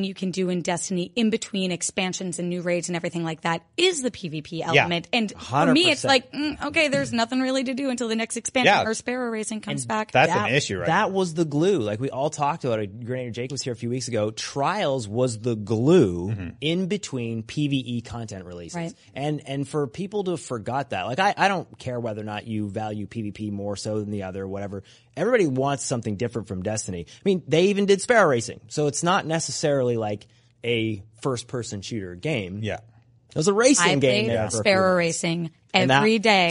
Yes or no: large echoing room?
no